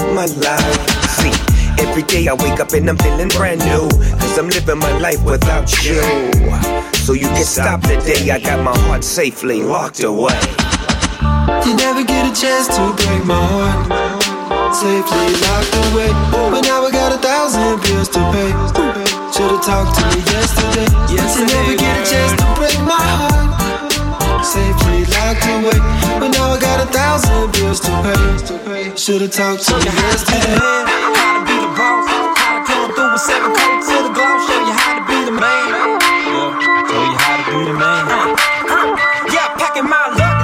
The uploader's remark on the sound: I recorded this set on 12/4/14 at Circle Bar in Santa Monica.